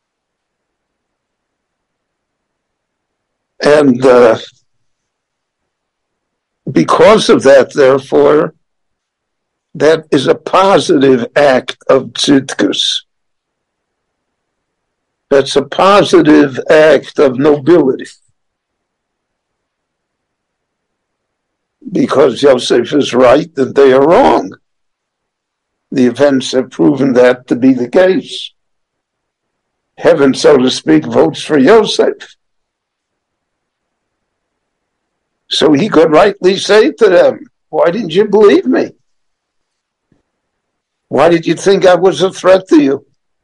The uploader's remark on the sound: The following lecture was gicne LivE at Beit Knesset HaNassi in Jerusalem between Mincha and Maariv prayers.